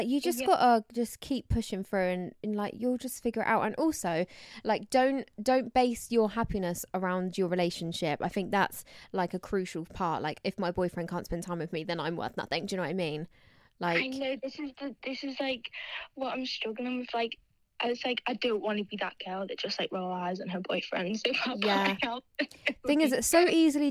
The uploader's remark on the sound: I finally got to talk to you guys on the phone!